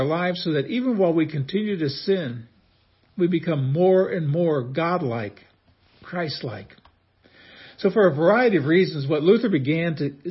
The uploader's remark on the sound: This is a short excerpt from the first Reformation Day message I preached 35 years ago at Immanuel Lutheran, Belvidere, IL